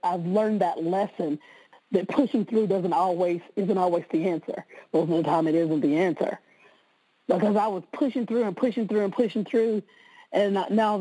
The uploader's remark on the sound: Conference-call based classes.